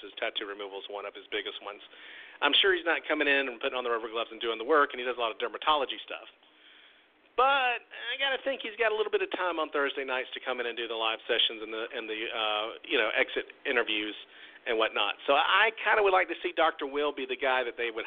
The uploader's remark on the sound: Tonight we open the phone lines for YOU